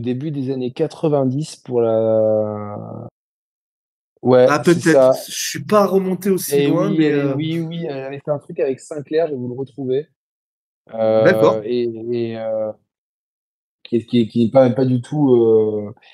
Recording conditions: video call